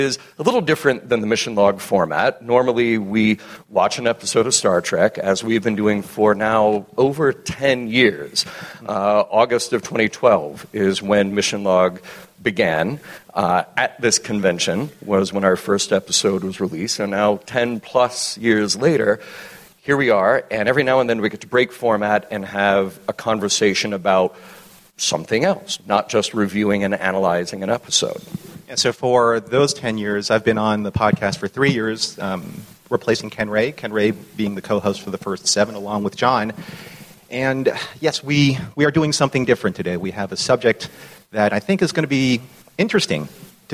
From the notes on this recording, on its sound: Recorded live at the Creation "56 Year Mission" Convention in Las Vegas.